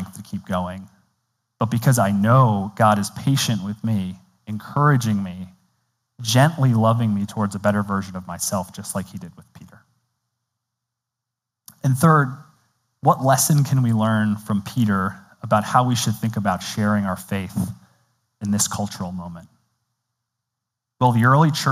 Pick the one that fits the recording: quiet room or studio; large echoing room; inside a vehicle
large echoing room